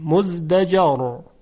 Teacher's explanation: در کلمه مزدجر اگر وقف کردیم را ساکن میشه، قبلش مفتوحه، بنابراین در حالت وقف تفخیم میشه، مزدجر. اگر وصل کردیم مزدجرون حکمه که در این حالت هم باز تفخیم میشه.